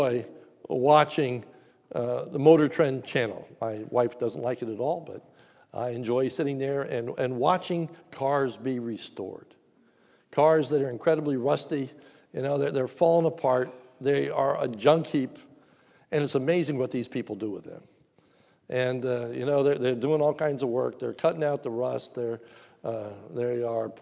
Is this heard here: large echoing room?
yes